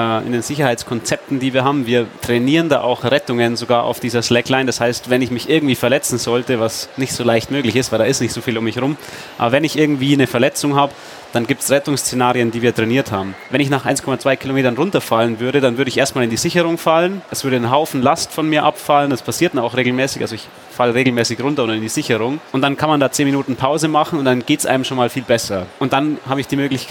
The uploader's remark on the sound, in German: Diesmal live von der Frankfurter Buchmesse.